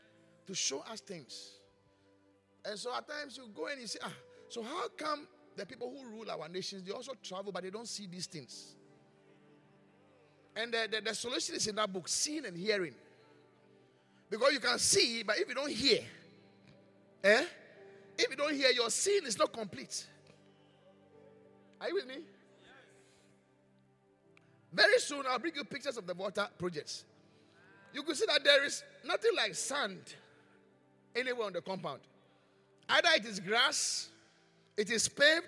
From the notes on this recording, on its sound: Preached at the Qodesh